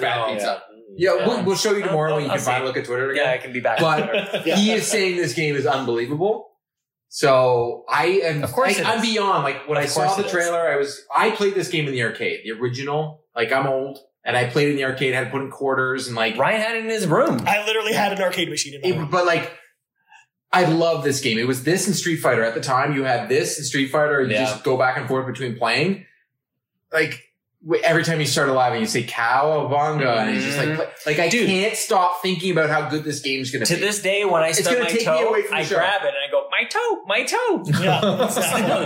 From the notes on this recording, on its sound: We recorded this podcast in person during our trip to Xbox FanFest in Toronto and was recorded using limited recording equipment so the audio quality will be a bit different than our usual podcasts.